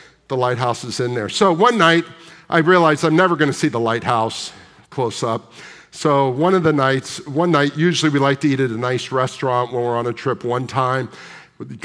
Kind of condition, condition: setting, large echoing room